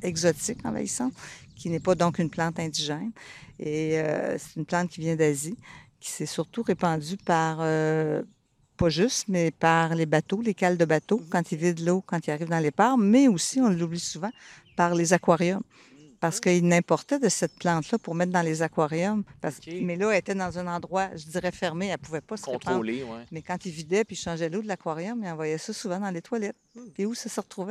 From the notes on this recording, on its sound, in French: enregistré à l'extérieur, devant le Lac Waterloo